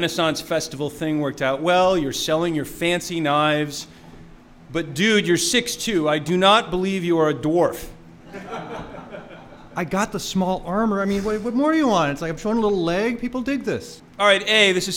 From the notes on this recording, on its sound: Recorded live before a studio audience at the SF Fringe Festival